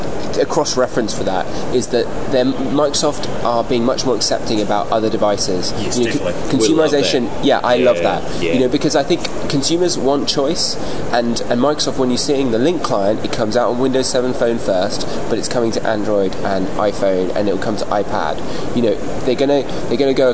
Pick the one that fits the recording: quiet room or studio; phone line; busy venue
busy venue